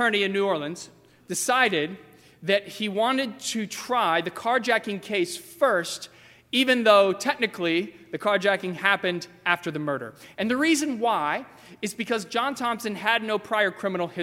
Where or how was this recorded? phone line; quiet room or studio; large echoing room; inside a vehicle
large echoing room